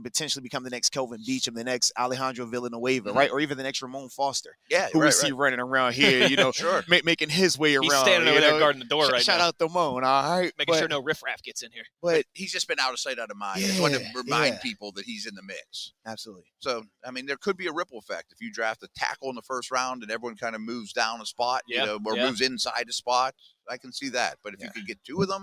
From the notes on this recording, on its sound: HR3: The Blitz LIVE from the NFL Combine.